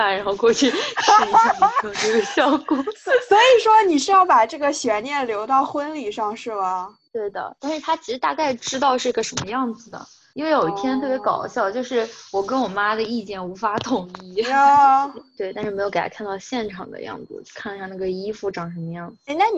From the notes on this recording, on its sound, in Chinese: 这期节目因为网络连线有杂音，更适合不用耳机公开放哦。